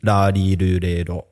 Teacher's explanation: They have this sound that doesn't differentiate between the la and the ra. It's actually more of a combination of R, L, and D.